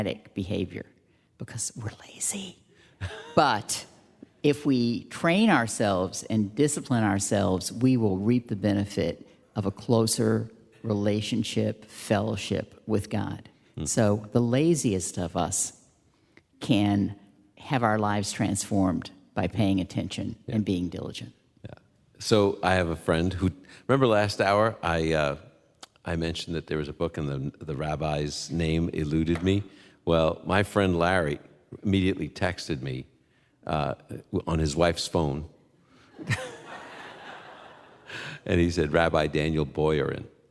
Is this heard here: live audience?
yes